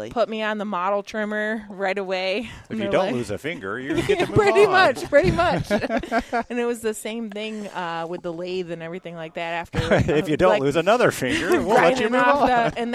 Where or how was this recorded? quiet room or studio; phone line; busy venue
busy venue